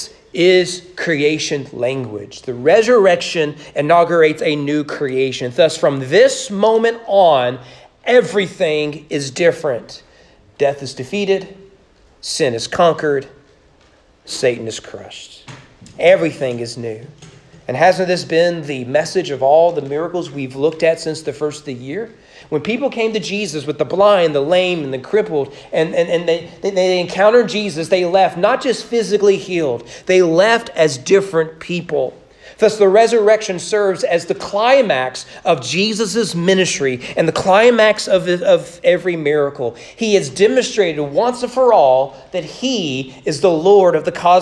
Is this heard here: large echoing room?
yes